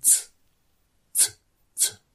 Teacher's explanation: Und das ist die Verbindung des Zs. Das heißt, die Zungenspitze schnellt ein kleines Stück nach vorne in die S-Stellung. Und dadurch habe ich diesen T-Laut. · Term: Z laut